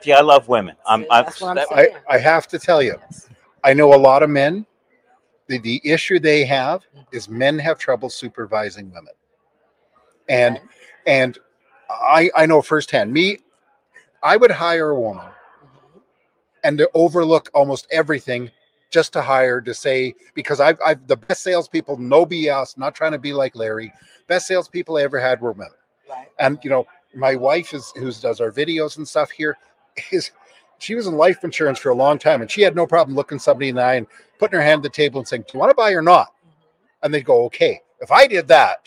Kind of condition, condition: setting, busy venue